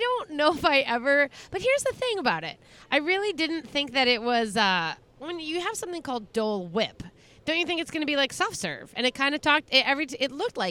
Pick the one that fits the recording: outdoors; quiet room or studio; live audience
outdoors